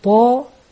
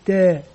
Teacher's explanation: عندما أنطق الألف المسبوق بحرف مفخم مثل الطاء أقول طاء، بخلاف صوت الألف المسبوق بحرف مرقق مثل التاء فأقول تاء، هذا مفخم وهذا مرقق، فعلى المعلم أن يراعي هذا.